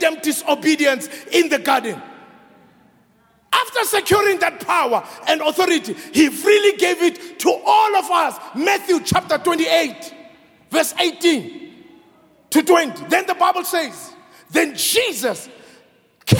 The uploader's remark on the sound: Preached at Grace Bible Church Pimville. At the 7am Service.